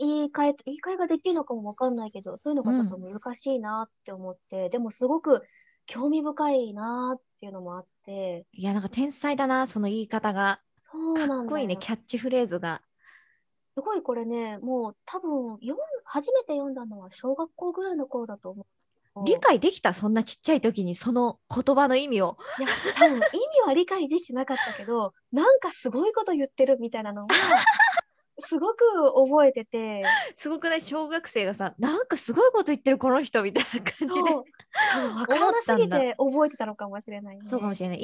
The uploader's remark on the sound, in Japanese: リモート収録のため、お聞き苦しい点もあると思いますが、予めご了承ください。